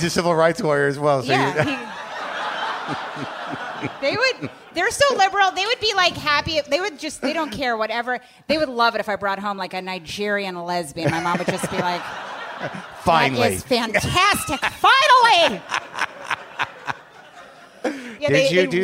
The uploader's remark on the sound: Recorded live at The Bell House in Brooklyn.